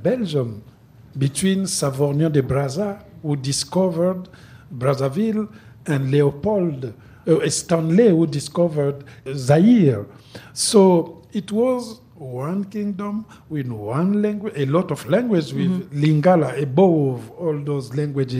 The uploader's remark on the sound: onstage at the Vancouver Writers Festival in 2016.